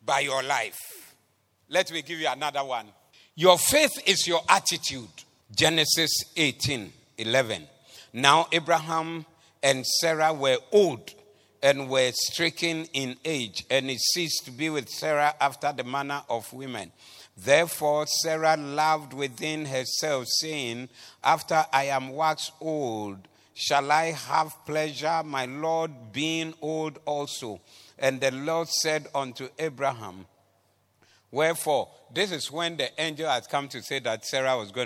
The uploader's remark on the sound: Preached at the Doxa Service 19112023